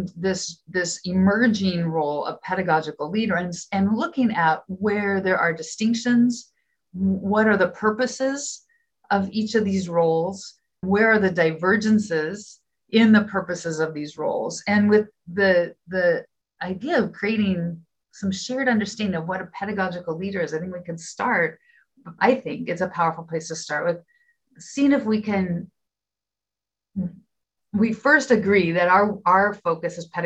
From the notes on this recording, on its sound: This conversation was taken from a live virtual event, and some parts have been edited to make your listening experience more comfortable.